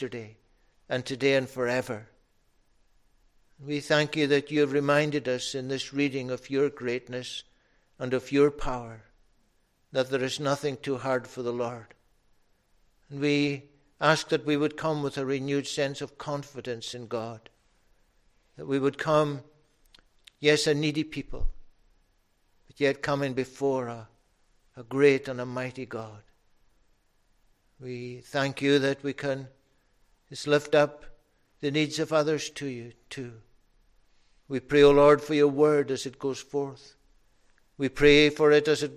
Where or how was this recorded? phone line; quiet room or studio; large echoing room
large echoing room